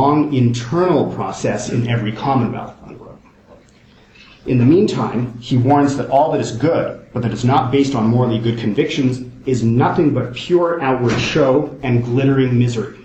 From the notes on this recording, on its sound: First presentation from the Kant and Colonialism conference held in University of Oxford in October 2010